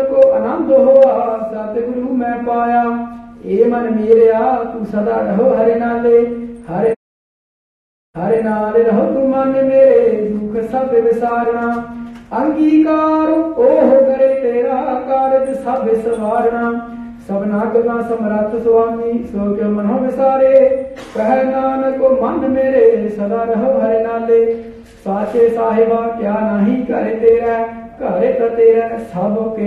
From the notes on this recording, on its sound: Live - Gurdawara Jot Parkash Sahib: 2019 Barsi Smagam